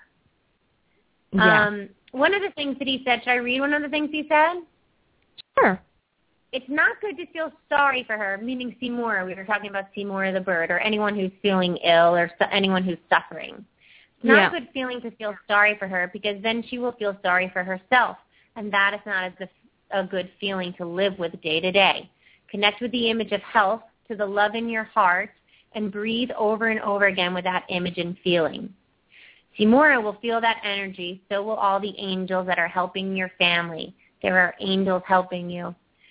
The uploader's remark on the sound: open up the lines for listeners to call